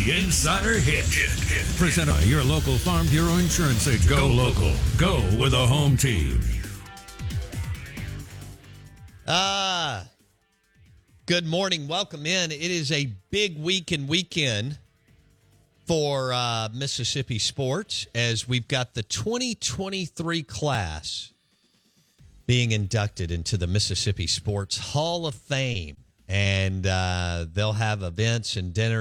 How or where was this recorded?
phone line